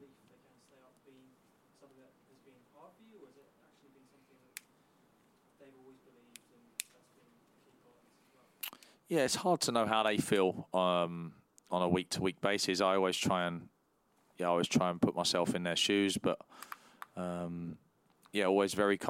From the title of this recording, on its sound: PRESS CONFERENCE